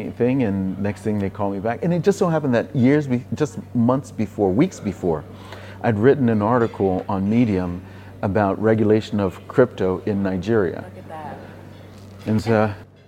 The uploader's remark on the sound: This episode was filmed in December 2022, at the Africa Bitcoin Conference held in Accra, Ghana.